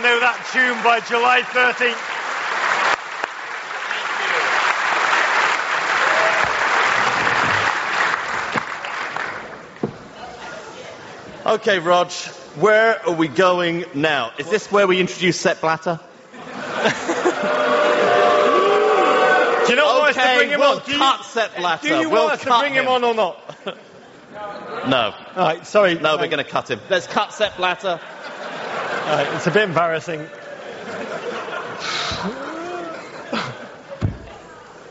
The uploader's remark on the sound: Live from Broadway